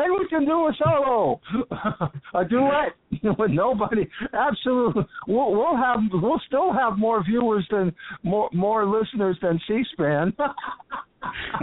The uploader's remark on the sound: We closed out our 2015 open poetry reading with callers from Pelham, Alabama. Elkins Park, Pennsylvanie, Laguna Niguel, Calfornia, Evanston, Illinois, Topanga, California, and Birmingham, Alabama.